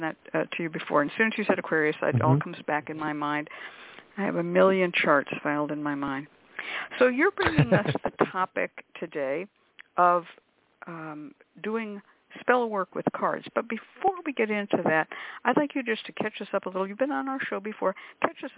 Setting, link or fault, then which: link, phone line